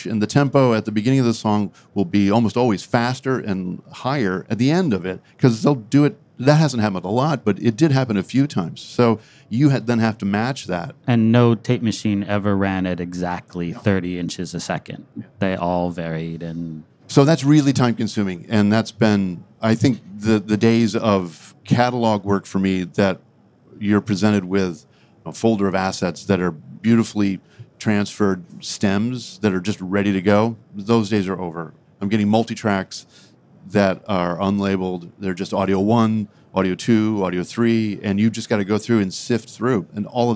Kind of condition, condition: setting, busy venue